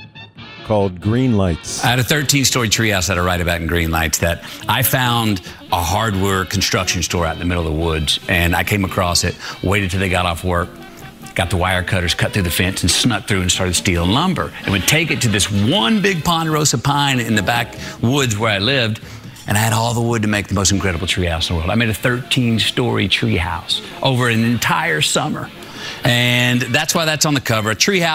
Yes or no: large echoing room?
no